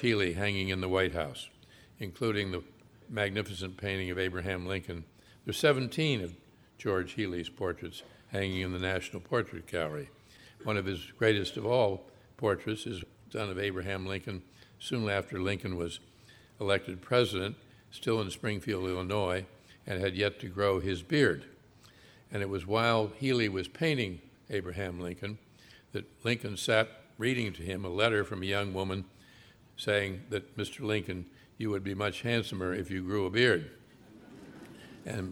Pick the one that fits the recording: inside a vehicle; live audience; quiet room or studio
live audience